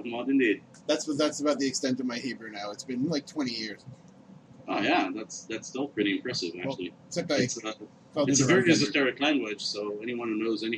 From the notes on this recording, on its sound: Apologies if the sound quality isn’t up to snuff